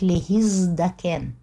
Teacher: «Зайн» не только выталкивает «тав» из приставки и становится на ее место, но он еще и превращает «тав» в звонкую пару, в «д».